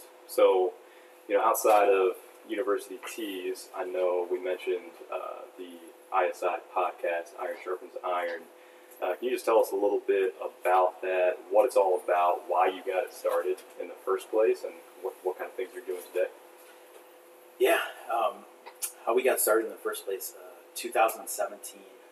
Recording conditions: phone or laptop microphone